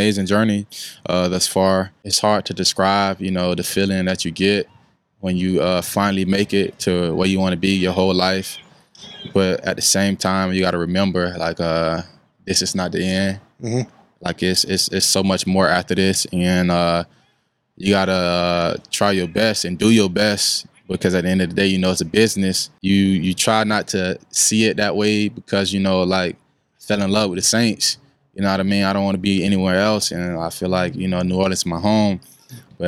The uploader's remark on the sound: Live from the FCA Palm Beach County Football Clinic. Live from the 2023 FCA Palm Beach County Football Clinic.